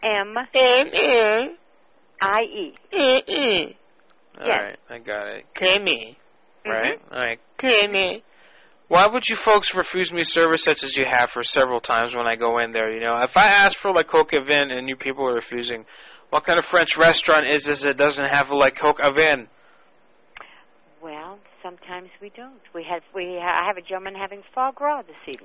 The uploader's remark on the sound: Personal Prank Phone Calls Collection